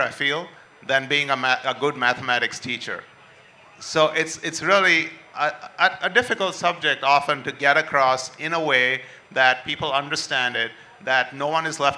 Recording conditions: live audience